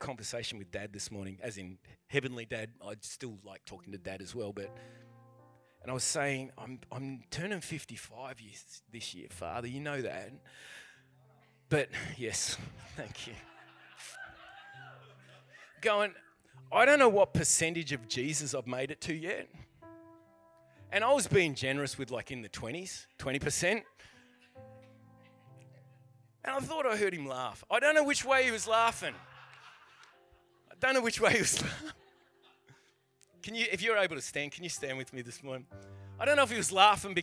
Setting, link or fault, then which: setting, large echoing room